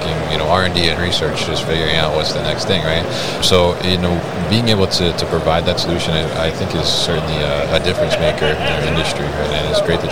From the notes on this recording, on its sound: Signode at MODEX 2022